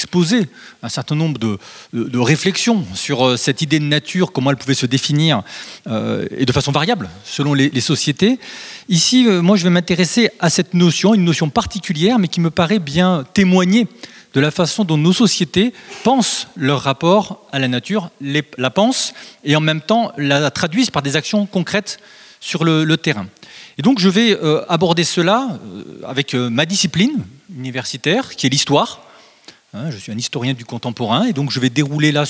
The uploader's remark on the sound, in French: Conférences données pour les 15èmes Entretiens de Bibracte en septembre 2021, à Saint Léger sous Beuvray.